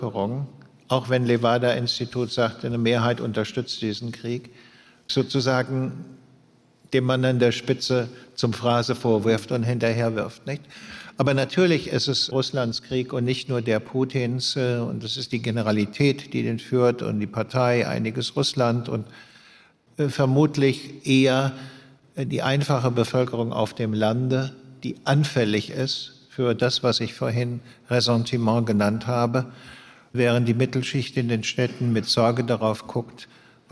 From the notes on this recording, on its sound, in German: diesmal live und auf der Bühne im Rahmen des politischen Literaturfestivals der ZEIT "Frohes Festival" im Heimathafen Neukölln in Berlin